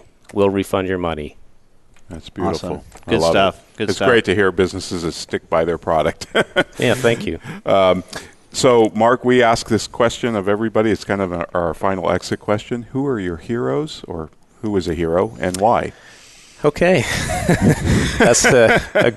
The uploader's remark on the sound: Live Broadcast at the The IPBC IGNITE Conference.